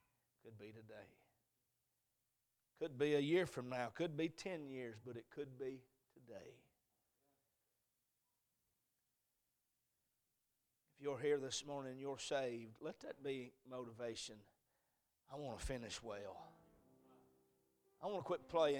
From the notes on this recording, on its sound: A message preached at Crossroads Baptist Church